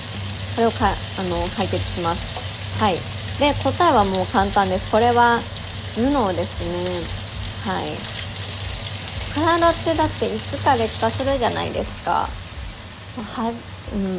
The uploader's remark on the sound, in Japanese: 音声最適化ボタンを押したらばちばち音が消えてしまったので、逆に残しました